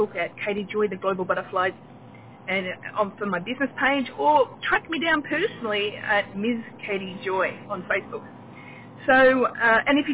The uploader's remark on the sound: Today's episode was recorded while driving in my car. Please excuse the sound quality for this recording.